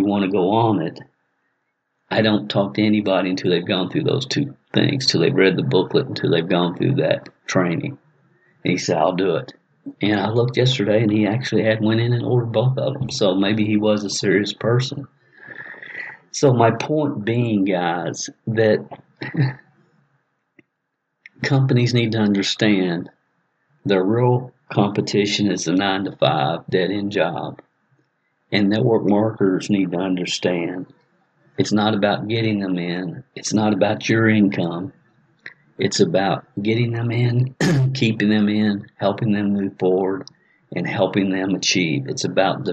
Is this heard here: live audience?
no